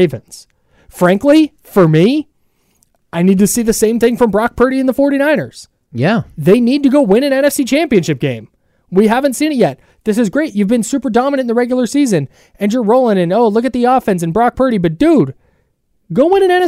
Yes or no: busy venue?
no